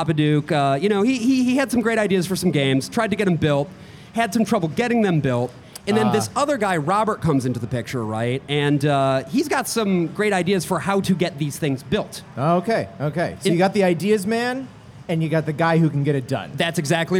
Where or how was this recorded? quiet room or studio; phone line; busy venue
busy venue